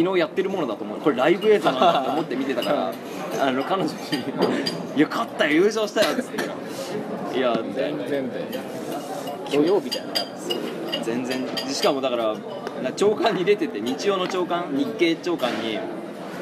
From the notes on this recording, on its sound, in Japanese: 食堂で収録をしていたのですが、隣の女学生が元気よく麺を啜っている音が入っています、ごめんなさい。